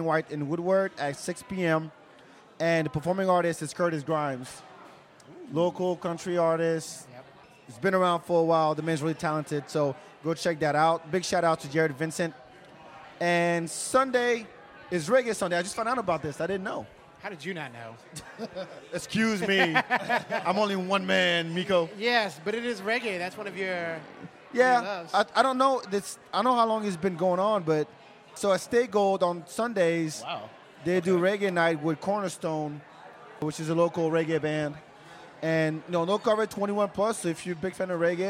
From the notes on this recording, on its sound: Sunday Funday Live From Lavaca Street Bar at Rock Rose.